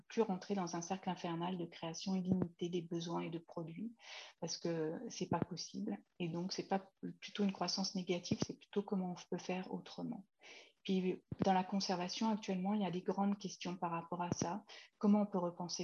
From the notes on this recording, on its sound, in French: Séance enregistrée sur Zoom